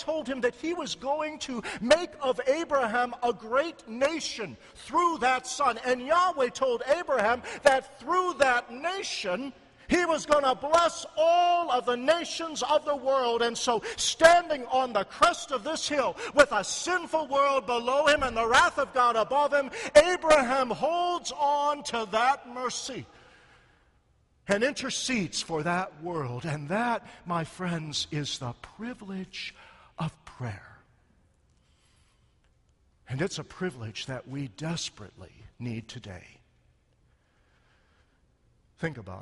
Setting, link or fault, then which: setting, large echoing room